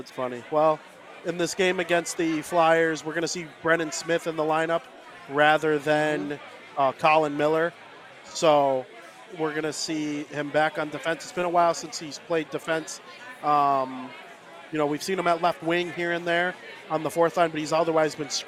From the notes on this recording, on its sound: Live from American Whiskey